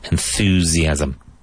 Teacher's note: Even though it's an S at the end, enthusiasm. Both S's in that word sound like a Z. Enthusiasm.